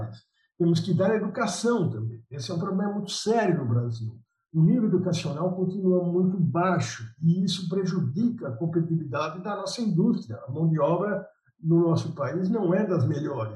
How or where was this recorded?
video call